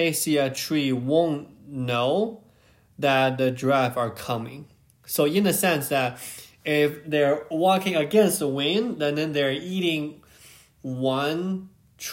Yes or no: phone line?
no